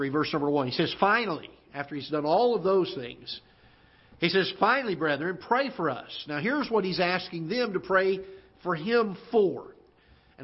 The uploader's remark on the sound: Ketha Heights Baptist Church ~ Live Broadcast